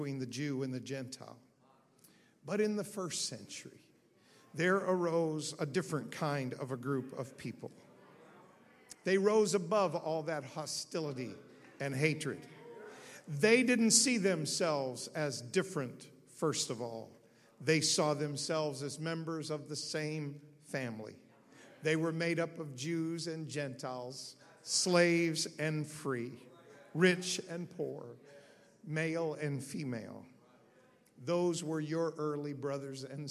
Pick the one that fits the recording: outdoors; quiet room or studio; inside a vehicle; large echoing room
large echoing room